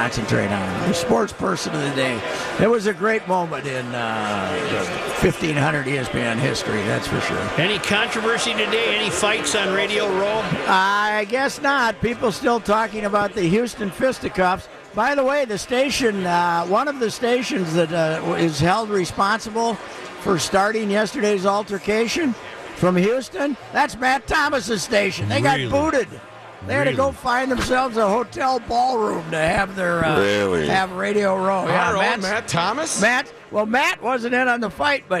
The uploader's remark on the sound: Live from Radio Row at the Mall of America. Live in studio.